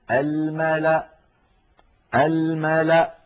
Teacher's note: ويوقف عليها بهمزة ساكنة الملأ الملأ هكذا، ولا تنطق الواو التي هي كرسي للهمزة، ولا تنطق الألف التي بعدها.